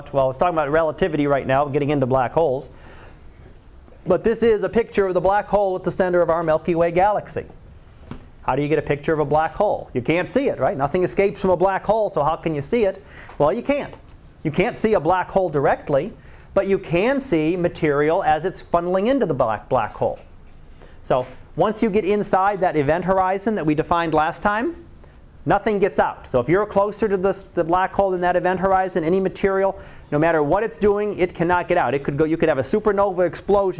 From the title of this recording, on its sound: Live Class Lecture